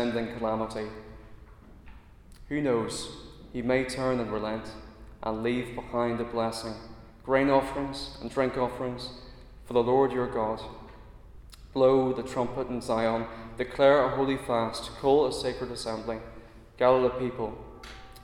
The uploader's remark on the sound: a Christians in Parliament Chapel Service which was held in the Chapel of St Mary Undercroft